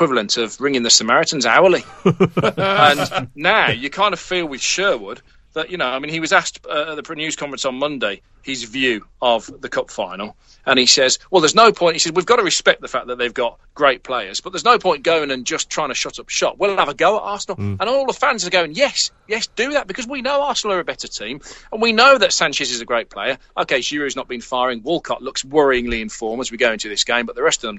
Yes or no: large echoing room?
no